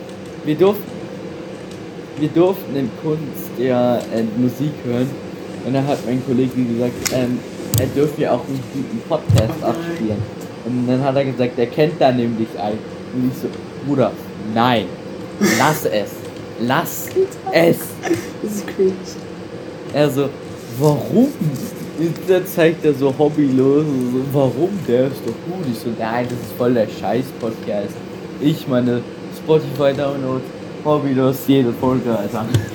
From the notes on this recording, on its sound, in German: Leicht verspätete folge mit schlechter audio qualität. Dem hat mein internet ein strich durch die rechnung gemahct jedoch sind wir jetzt back mit einer sehr alten folge.